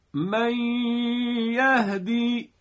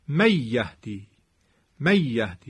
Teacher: اگر فرض کنیم بدون غنه میخواستیم بگیم میشد می یهدی، می یهدی. میبینید نون دیگه صداش توی خیشوم نمیره، صدا دهانی معمولیه · Shown in: second take